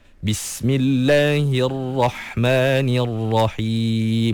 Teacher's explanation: Kena angkat sikit pangkal lidah tu biar ra tu lebih tebal.